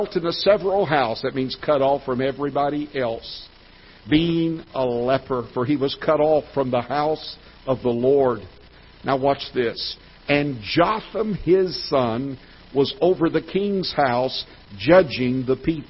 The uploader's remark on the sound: Ketha Heights Baptist Church ~ Live Broadcast